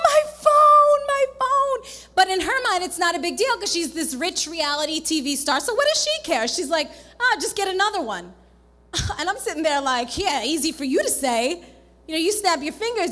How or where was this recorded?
live audience